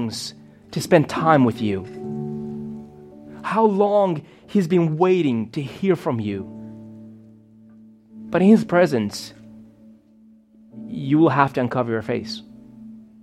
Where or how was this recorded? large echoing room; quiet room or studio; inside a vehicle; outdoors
large echoing room